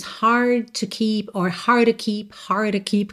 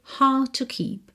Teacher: Então, lembrando, na pronúncia britânica, muitos R's, aqueles R's que vêm depois de uma vogal, a gente não vai ter a enroladinha de língua da porta com a perna esquerda, e sim um alongamento daquela vogal · Shown in: second take